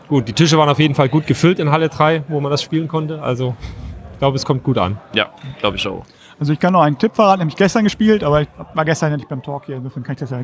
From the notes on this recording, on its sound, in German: Live am Freitag vom Meet’n’Play von der Spiel 2019 in Essen.